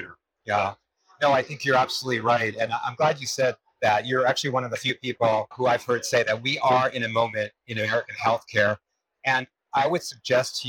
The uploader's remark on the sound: it’s an Interview in Action live from HLTH